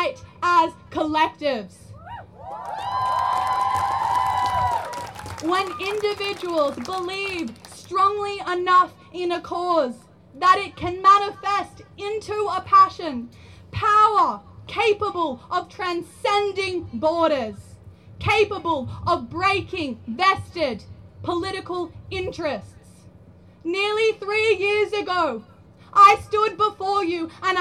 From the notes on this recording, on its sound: School Strike for climate Action March 2021 recordings from the streets of Byron.